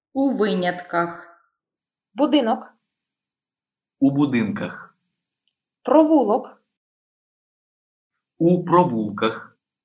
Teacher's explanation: Stress pattern A. Stress remains on the same syllable.